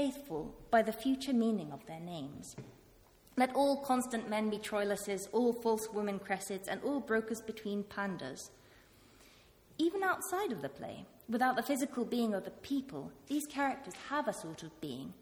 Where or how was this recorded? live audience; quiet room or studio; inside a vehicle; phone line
live audience